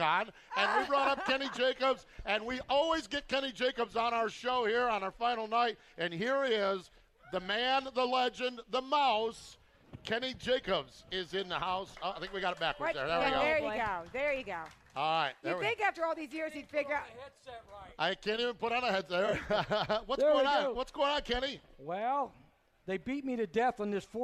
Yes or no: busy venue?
yes